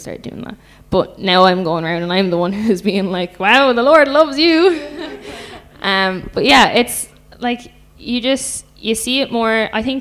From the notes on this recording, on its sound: Live from ReConnect Young Adult Night. Alive Church TV.